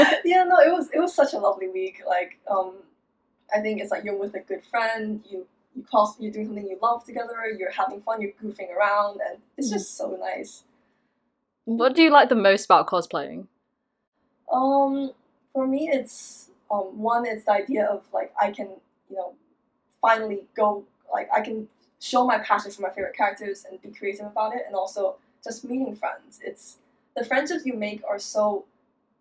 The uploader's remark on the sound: I don’t know what was wrong with the mic but their voice is quieter than mine for some reason. Sorry guys for the bad audio again.